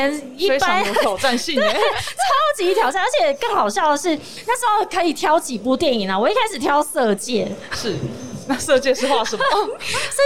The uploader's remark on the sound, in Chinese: 2021 Energy Taiwan智慧能源週-Live Podcast